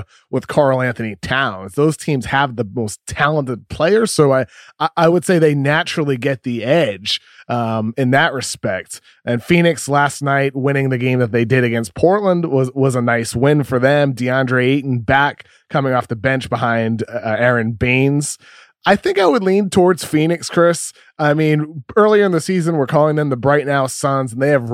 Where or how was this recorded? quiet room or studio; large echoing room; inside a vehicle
quiet room or studio